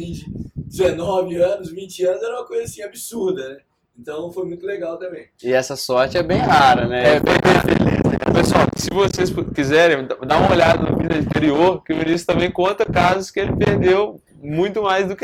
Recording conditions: wind noise